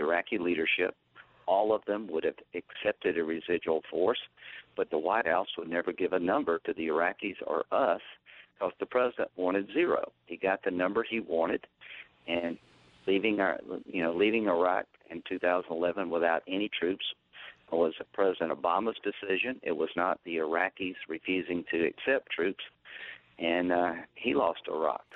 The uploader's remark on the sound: During a phone interview